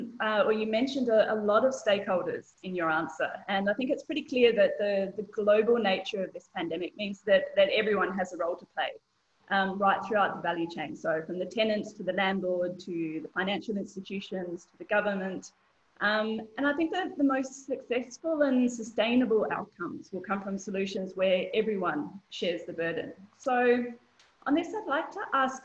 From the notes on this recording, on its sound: This recording is from our inaugural Africa 2020: A New Vision webinar. Where we had over 600 registered attendees participate.